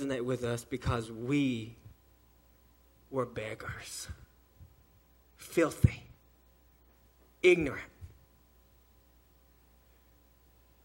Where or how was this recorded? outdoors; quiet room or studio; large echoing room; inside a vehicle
large echoing room